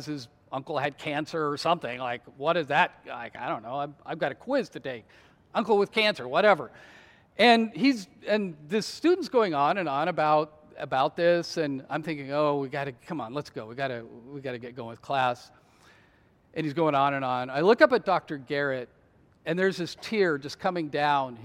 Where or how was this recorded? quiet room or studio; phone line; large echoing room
large echoing room